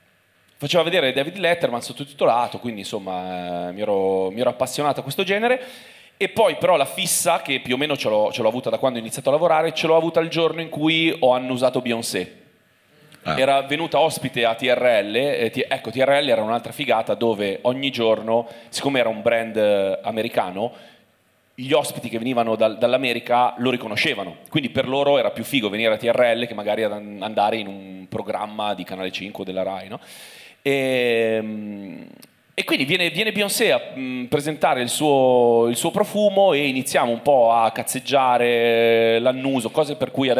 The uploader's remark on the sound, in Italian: Prima puntata milanese di Tintoria LIVE. Registrato a Milano presso Santeria Toscana 31.